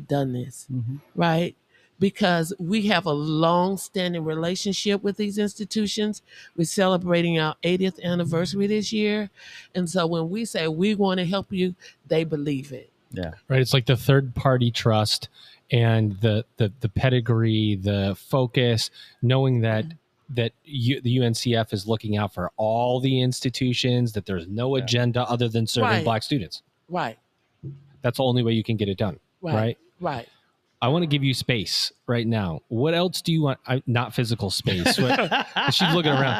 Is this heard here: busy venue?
yes